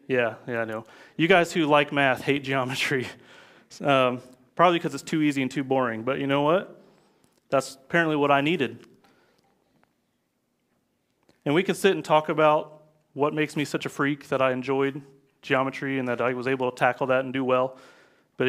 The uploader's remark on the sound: live from Covenant Church!